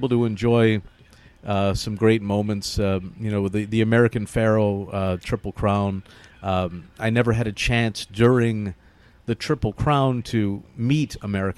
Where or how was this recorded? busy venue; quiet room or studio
busy venue